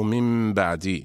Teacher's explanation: القلب لغة هو تحويل الشيء عن وجهه، أما اصطلاحا فهو قلب النون الساكنة أو التنوين عند الباء ميما مخفاة بغنة · Term: حكم القلب